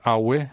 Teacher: The word for skin is awe, which is low-high.